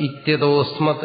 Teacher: ഓകാരത്തിന് ശേഷം അകാരം വന്നു കഴിഞ്ഞാൽ അത് രണ്ടും കൂടെ അങ്ങ് ഒന്നായിട്ട് അവിടെ ഓകാരം മാത്രം ഉച്ചരിച്ചാൽ മതി, പിന്നെ അകാരം ഉച്ചരിക്കേണ്ട കാര്യമില്ല. · Term: സന്ധി